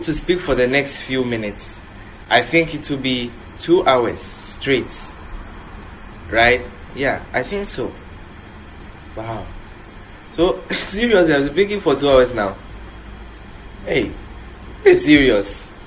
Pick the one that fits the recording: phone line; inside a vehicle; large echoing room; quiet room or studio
large echoing room